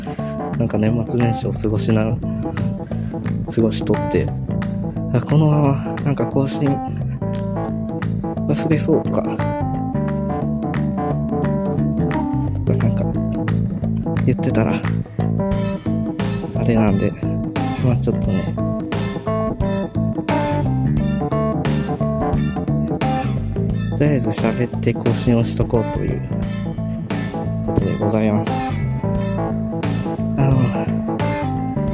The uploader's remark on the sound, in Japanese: 実家に一旦戻る時の帰り道で収録してん。